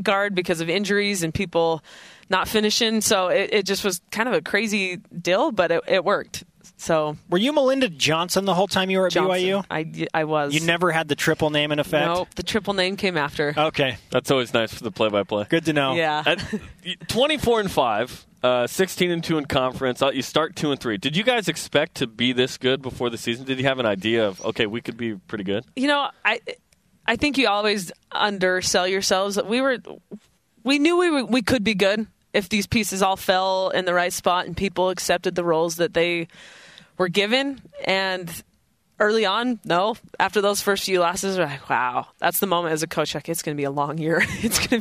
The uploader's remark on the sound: live from the Orleans Arena in Las Vegas where the West Coast Conference Championships begin today